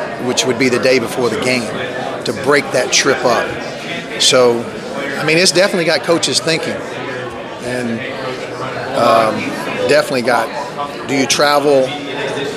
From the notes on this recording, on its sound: at 2019 Big South Media Day